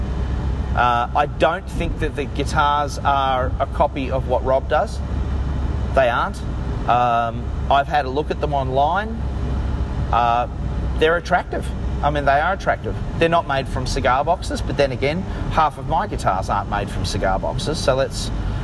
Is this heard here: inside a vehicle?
yes